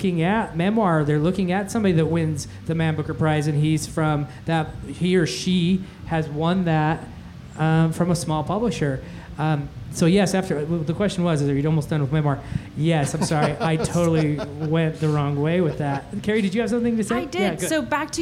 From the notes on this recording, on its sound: LIVE from the Utah Arts Festival.